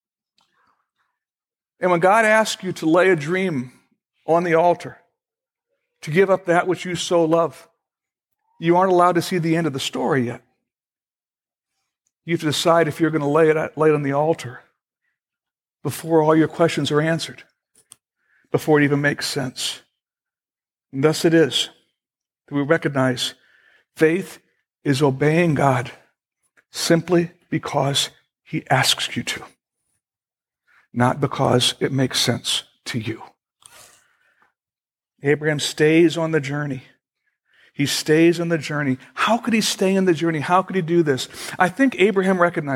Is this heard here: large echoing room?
yes